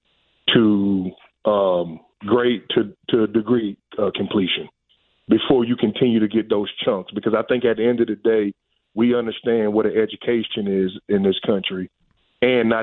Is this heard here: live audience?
no